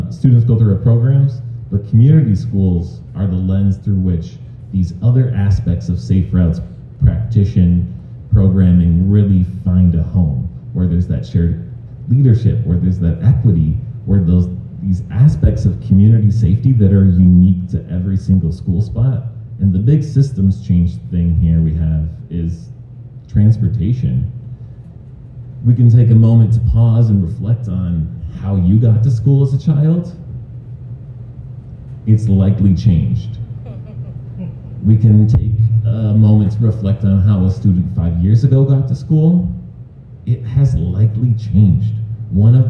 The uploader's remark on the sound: A unique episode; we captured the audio from a live event. In partnership with United Way's EMERGING LEADERS volunteer network Community Schools led a panel conversation.